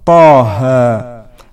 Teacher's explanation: والهاء في بداية سورة طه تلفظ طه بلا همزة في آخرها